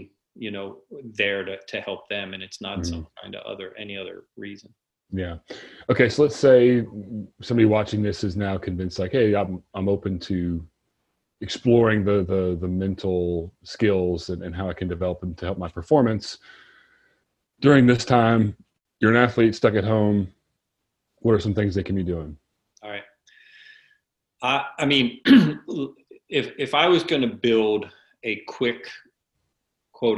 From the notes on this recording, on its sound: Listen to part 1 of our Zoom Webinar